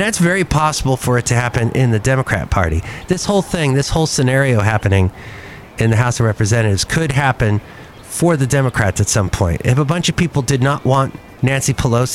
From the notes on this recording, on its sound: podcast live from Cafe Anyway